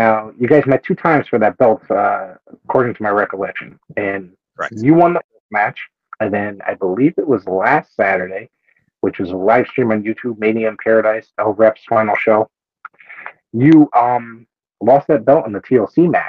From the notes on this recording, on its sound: There was some technical difficulties on our end during this recording so the sound quality is a little off on our end.